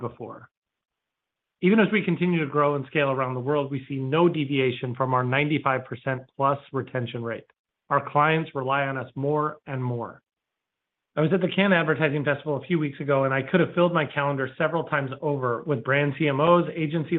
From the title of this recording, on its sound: Second Quarter 2023 Earnings Conference Call